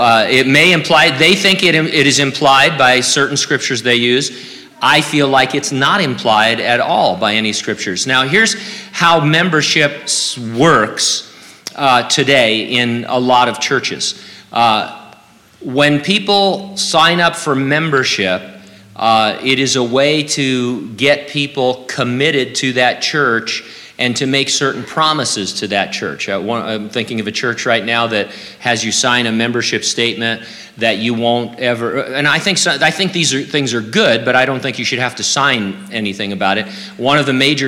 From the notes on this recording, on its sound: During a live Q&A session at Calvary Hanford.